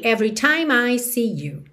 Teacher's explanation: Aqui então você já junta o M no I